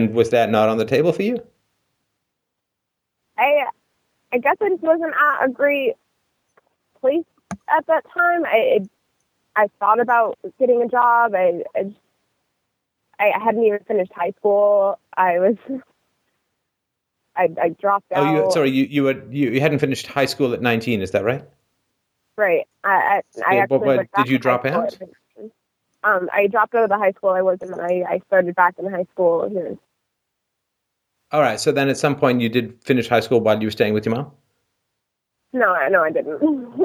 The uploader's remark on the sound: Call In Show